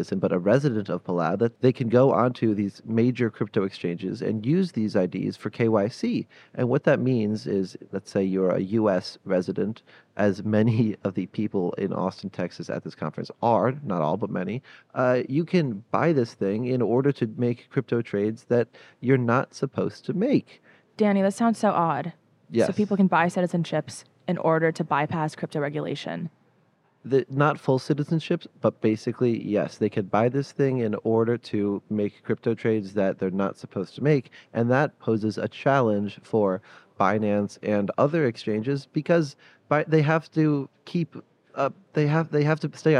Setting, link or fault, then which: setting, busy venue